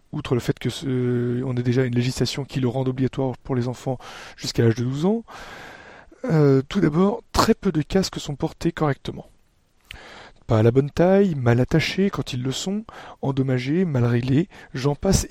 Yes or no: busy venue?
no